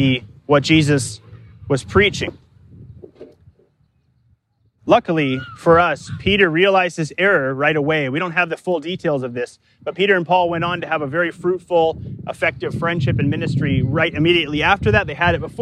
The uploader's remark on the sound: Delivered live in the park, at Capital City Church, in St.